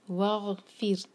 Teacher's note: رو کو باریک رکھیں گے، رو ساکن ہے، اس سے پہلے کسرہ ہے.